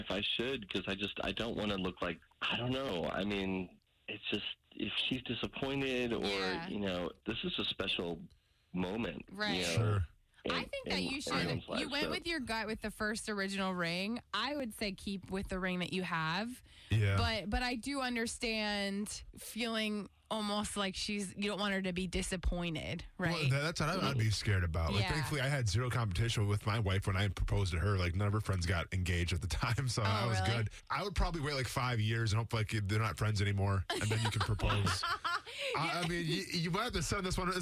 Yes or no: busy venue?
no